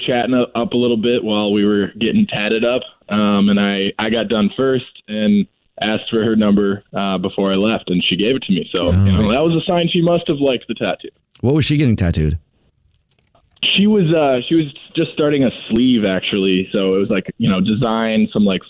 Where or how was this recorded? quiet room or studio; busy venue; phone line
phone line